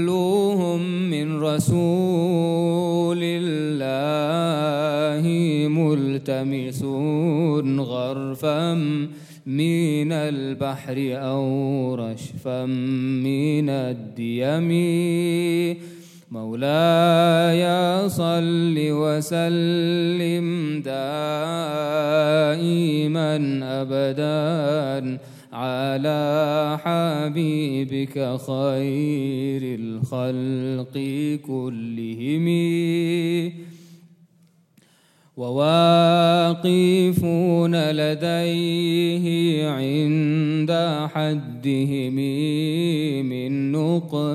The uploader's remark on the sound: at the Houghton Masjid (West Street)